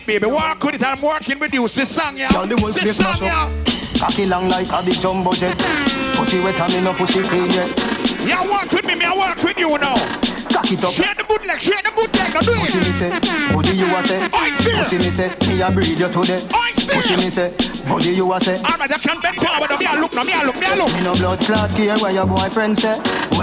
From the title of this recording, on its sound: Ice Cream Sundaze 6/12/22 (LIVE AUDIO)